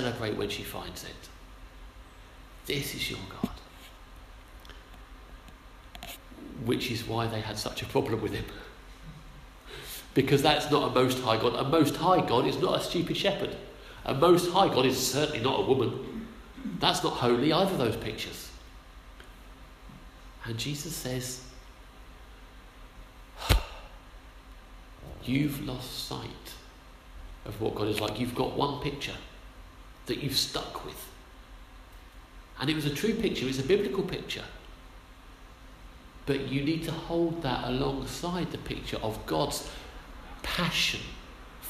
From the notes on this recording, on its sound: Our sermon from the 9am service